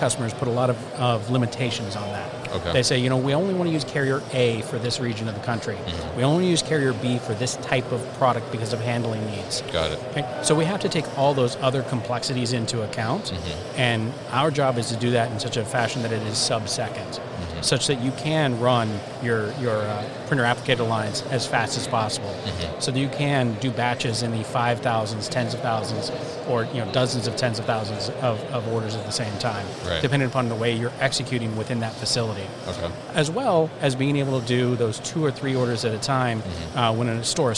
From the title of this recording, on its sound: ProShip at MODEX 2020